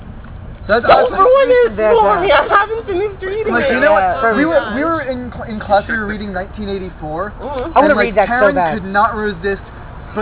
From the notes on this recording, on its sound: it is our first official recorded on-the-street meetup